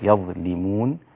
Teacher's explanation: اللام مكسورة، يظلمون فلن تفخم، لكن ظلموا وظلمهم هذه مفخمة.